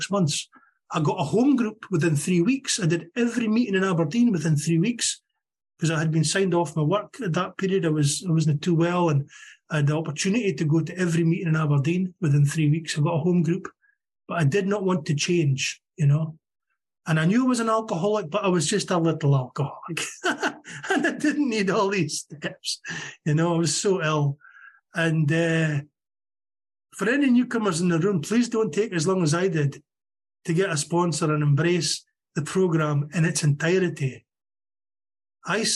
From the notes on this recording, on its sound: Meeting held on zoom. From Aberdeen Scotland.